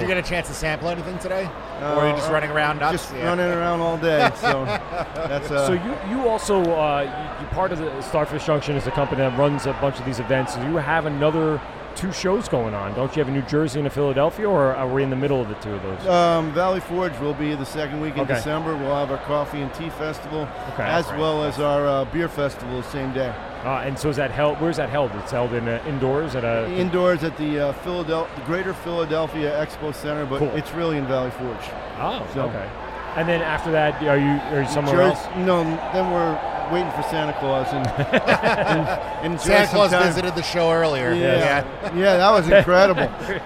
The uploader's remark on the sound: LIVE at the Great Beer Expo 2019 at the Nassau Coliseum on Long Island NY. They hear about the local home-brew competition from the LIBME home-brew club and interview several drunk patrons enjoying the day's events.